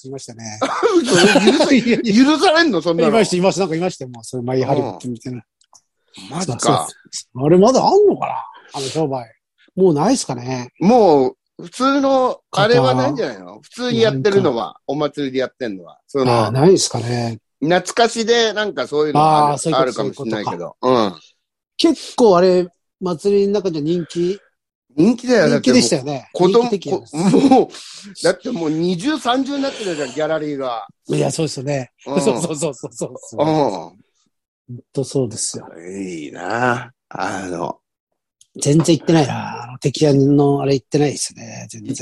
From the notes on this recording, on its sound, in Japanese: ZOOMで収録